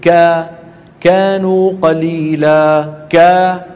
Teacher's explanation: يبالغون في همس الكاف، يعني يقولون كانوا كانوا.